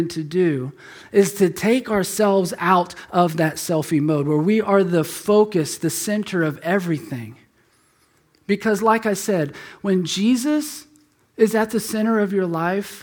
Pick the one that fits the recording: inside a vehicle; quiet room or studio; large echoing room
large echoing room